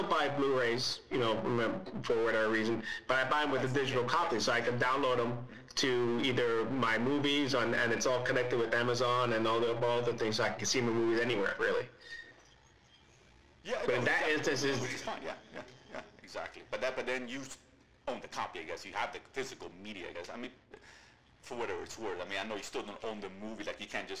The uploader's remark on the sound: Apologize for the sound issues. In the middle of a 23 hour Donkey Kong Country Marathon when we were recording.